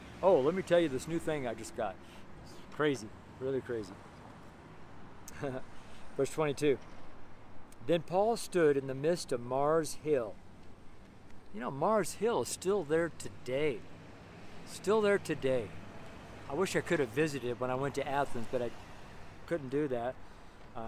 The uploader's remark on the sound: Street Sermon preached from Louisville, Colorado